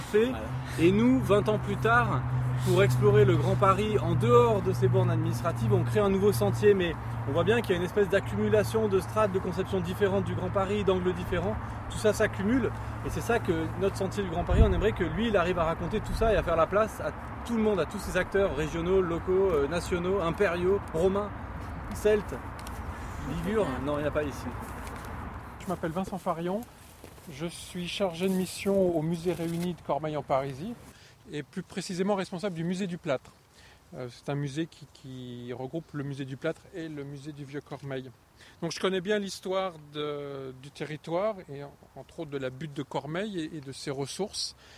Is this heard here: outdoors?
yes